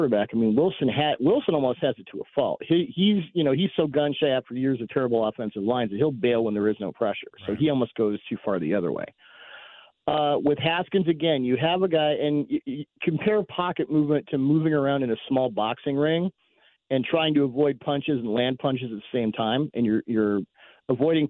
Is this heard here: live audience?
no